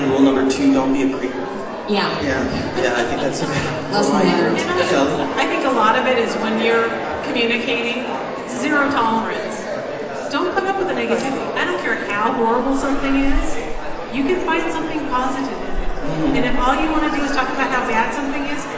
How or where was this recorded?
busy venue